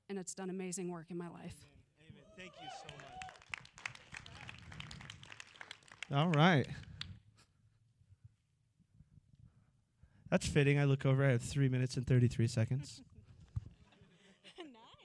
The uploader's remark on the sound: During the 2021 TFP Summit we went live with this exclusive podcast episode.